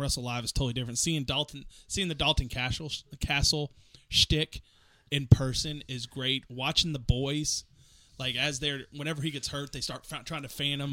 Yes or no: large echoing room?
no